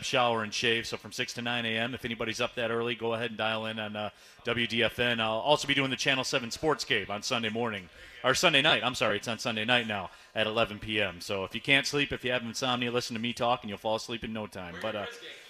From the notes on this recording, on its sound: live from RJ's Pub in Rochester Hills